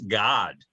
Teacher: The usual modern pronunciation of the vowel for his name now is an ah sound.